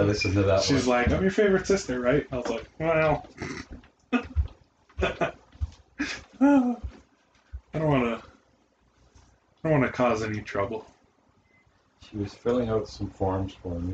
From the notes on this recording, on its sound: Sorry that you can hear my mum doing dishes and watching tv in another room.